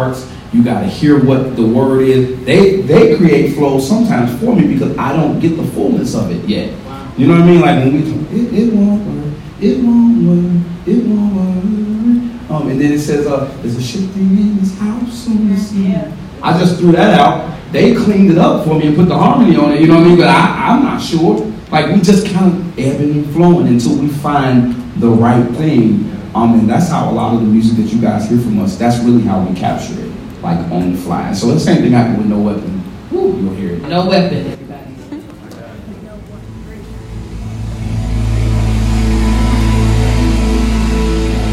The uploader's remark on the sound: Listening Party_Live From Atlanta, GA. Woods Gospel Entertainment Podcast live from the road.